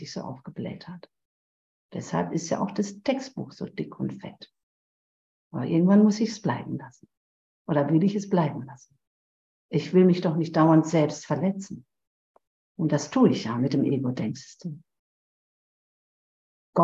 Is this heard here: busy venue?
no